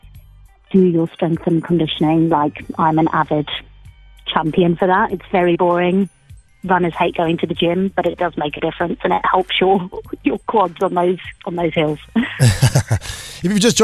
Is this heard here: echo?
no